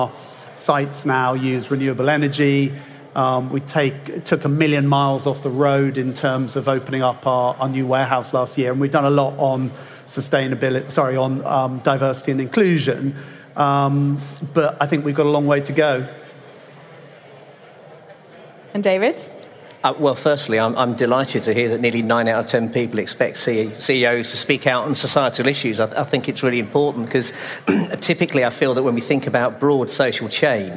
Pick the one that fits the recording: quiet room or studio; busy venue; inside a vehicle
busy venue